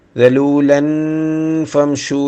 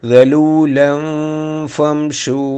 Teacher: നാവ് നമ്മുടെ അണ്ണാക്കിലേക്ക് ചേർത്ത് വെച്ച് കഴിഞ്ഞാൽ നൂനുണ്ടായി അങ്ങനെ വെക്കാതെ ഉച്ചരിക്കണം · Shown in: second take · ഗലൂലൻ ഫംഷു എന്ന് ഓതിയാൽ ഇഹ്ഫ ആവുകയില്ല ന് വരാതെ ഓതുമ്പോഴേ ഇഹ്ഫ ആവുകയുള്ളൂ